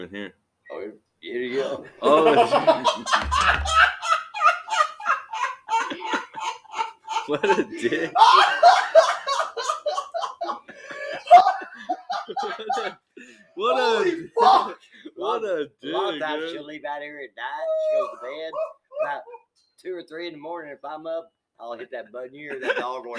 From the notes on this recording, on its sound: Enjoy the first podcast we did away from our fancy little blue collar nook. Sounds terrible, cause it is.